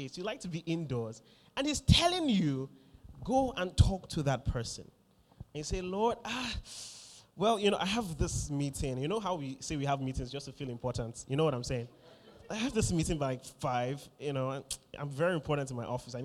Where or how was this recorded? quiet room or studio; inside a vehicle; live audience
live audience